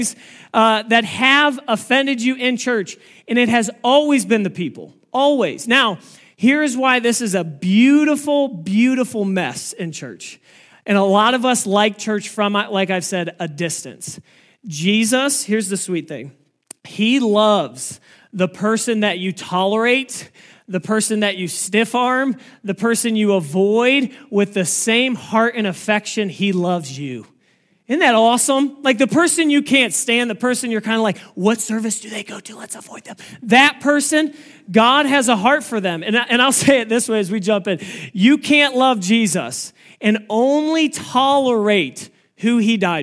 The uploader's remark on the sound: This message was preached on August 20, 2023 at FIVE39 Church.